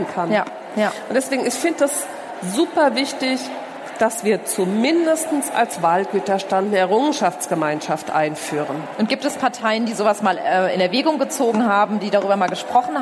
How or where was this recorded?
busy venue